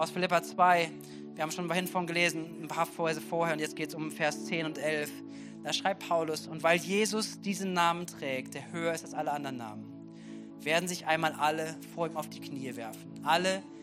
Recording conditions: large echoing room